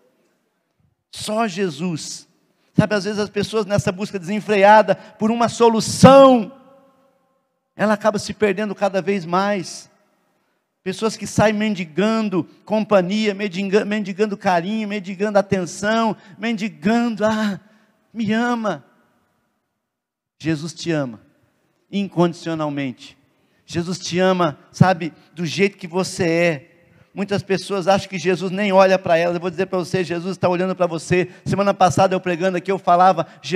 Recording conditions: large echoing room